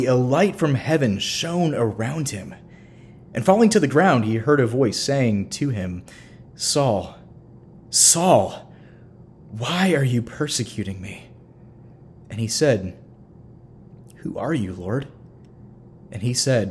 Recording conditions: large echoing room